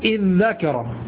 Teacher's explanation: تجعل الدال المنقلبة عن تاء ذالا